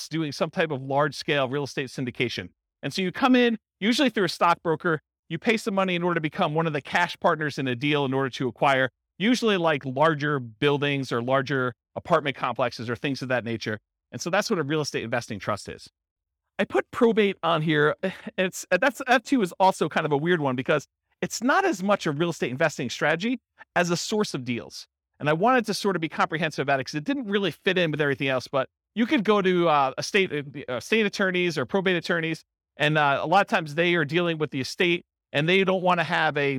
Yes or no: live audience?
yes